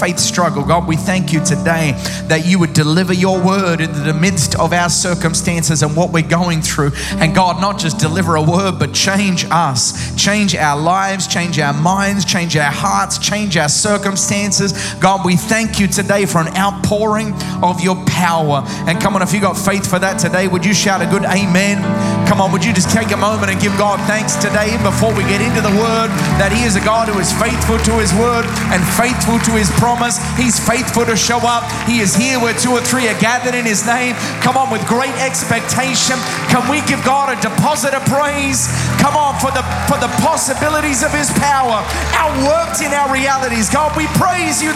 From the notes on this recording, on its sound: Recorded live at Planetshakers Church (Melbourne).